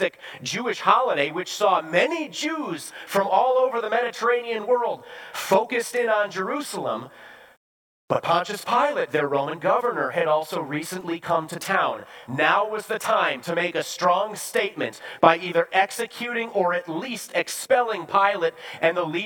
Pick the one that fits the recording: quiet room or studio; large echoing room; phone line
large echoing room